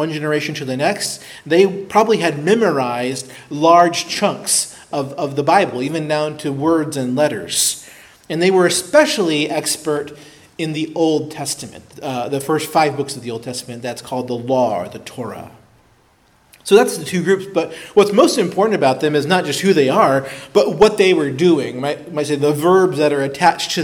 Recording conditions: large echoing room